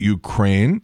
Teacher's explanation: Also, it's Ukraine, accent on the second syllable.